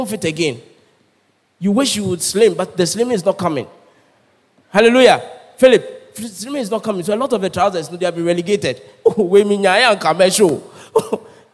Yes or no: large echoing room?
yes